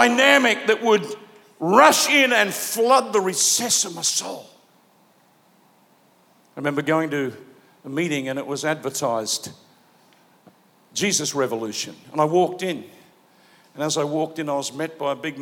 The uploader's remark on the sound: Preached live at Planetshakers Melbourne